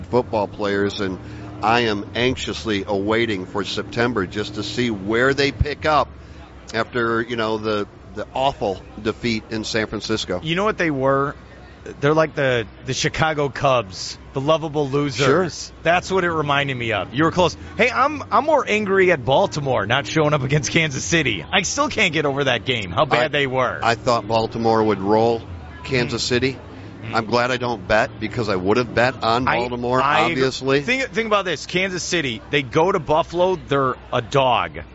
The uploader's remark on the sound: joined live at the Daytona International Speedway